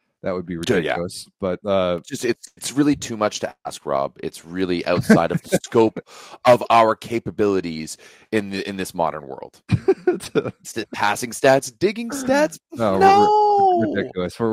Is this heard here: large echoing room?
no